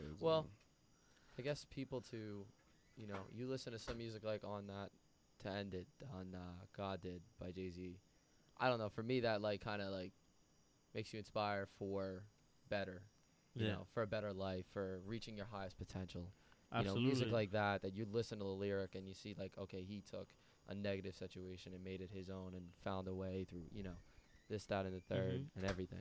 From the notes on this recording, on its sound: Recorded live outside.